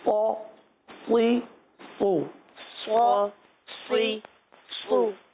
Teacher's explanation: صاد حرف مستعلیہ میں سے ہے، اسے پر بھی پڑھنا ہے، حرکات کے ساتھ بھی پڑھنا ہے، بغیر کھینچے بغیر جھٹکا دیے.